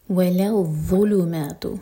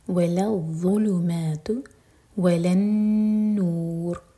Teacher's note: ذو کے لیے ہماری زبان اوپر والے دانتوں کو ٹچ کرے گی اور پیچھے سے اٹھائیں گے اور منہ بھر کر پڑھیں گے. وَلَا الظُّلُمَاتُ وَلَا النُّور، نون پر غنہ اور ان میں را ساکن ہیوی.